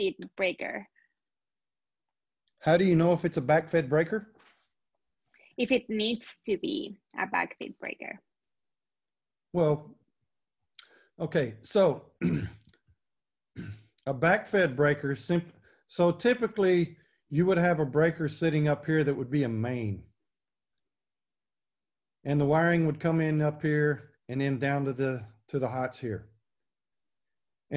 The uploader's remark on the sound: This class recording, from the Texas Inspectors Convention 2020